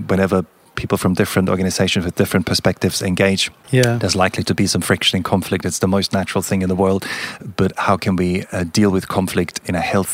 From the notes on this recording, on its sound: Whilst at the Leading the Product Conference in Stockholm recently, I caught up